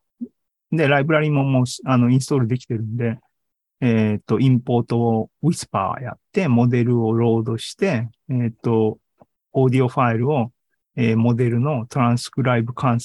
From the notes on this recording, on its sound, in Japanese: ２０２２年１０月２６日に開催した ZOOMライブの模様です